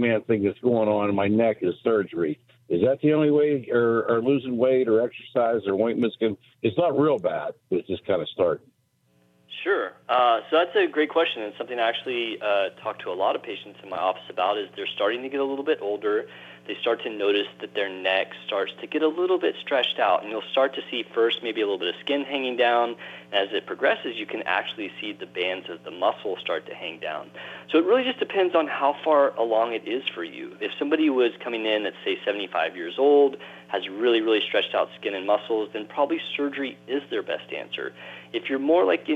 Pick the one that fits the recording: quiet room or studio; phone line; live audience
phone line